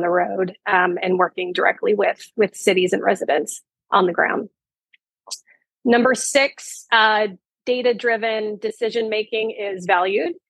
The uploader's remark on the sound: In this PAVE Virtual Panel.